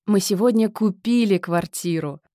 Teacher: Резкий подъем тона ближе к концу фразы. Повышенная громкость и эмоциональная окраска. · Term: Восклицательная интонация